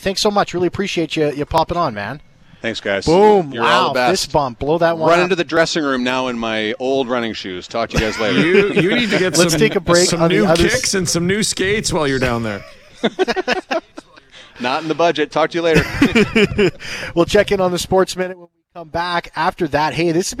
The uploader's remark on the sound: LIVE at Jets Development Camp.